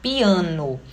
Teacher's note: A palavra piano ela é trissílaba ela é paroxítona, é o A, que é a sílaba tônica, e ela tem um hiato, que é esse I, que fica na primeira sílaba, o pi, e o A, que fica na segunda sílaba, tá?